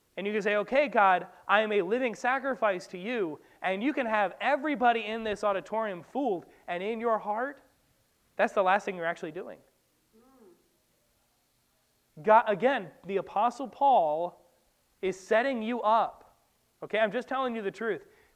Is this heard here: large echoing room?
yes